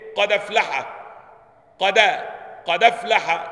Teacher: نقلت فتحة الهمز إلى الحرف الساكن قبلها فسقطت الهمزة · Term: النقل